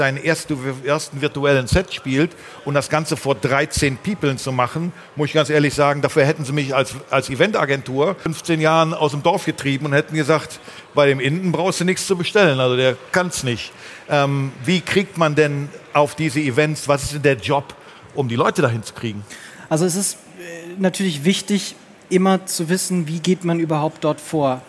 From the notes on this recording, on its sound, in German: Diese Folge haben wir live auf der Bühne aufgenommen. In Dortmund.